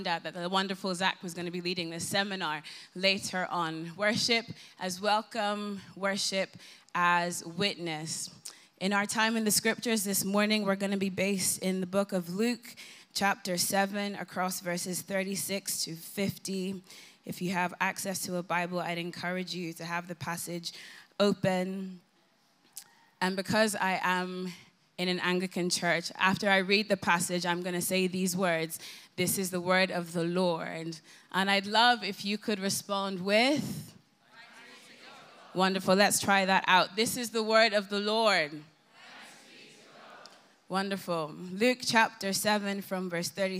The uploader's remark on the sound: Recorded live at the Vineyard Worship Gathering ‘Come Holy Spirit’.